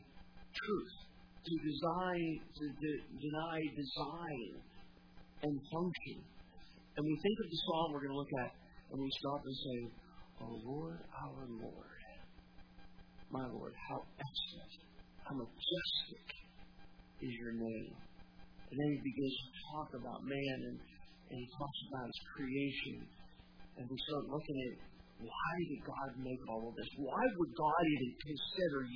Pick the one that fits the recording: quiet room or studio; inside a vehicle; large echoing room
large echoing room